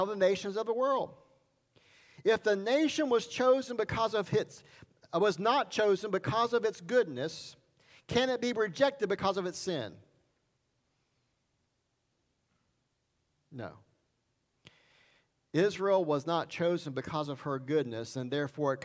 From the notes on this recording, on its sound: Sermon Recorded Sunday September 26 at Highland Baptist Church